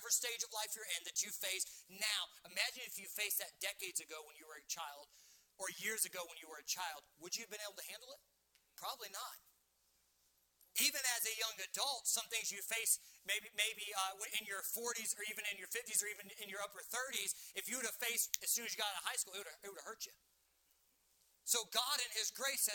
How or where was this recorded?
large echoing room